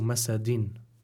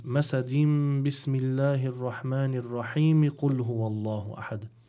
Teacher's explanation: But because if we want to continue the recitation to the following surah, which is Surah Al-Ikhlas, we would swap the tanween with a meme · Shown in: second take · and we would recite it as masadim bismillahir rahmanir rahim qul huwallahu ahad. · Term: iqlab